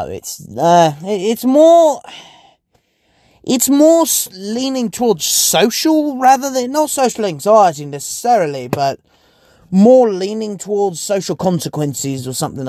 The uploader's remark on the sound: Basically just me rambling in my car because I was locked outta my house.